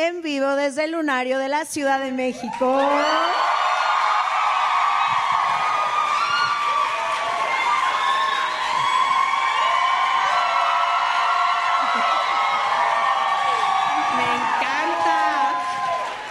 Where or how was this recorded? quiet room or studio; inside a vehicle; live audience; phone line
live audience